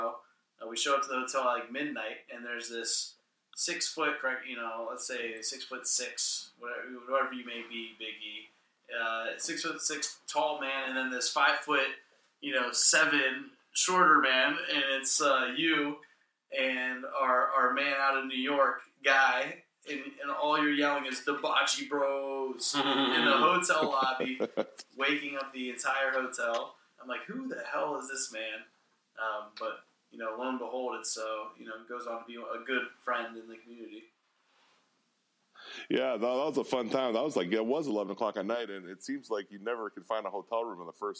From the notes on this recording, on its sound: Unfortunately, we experienced minor technical issues on this episode.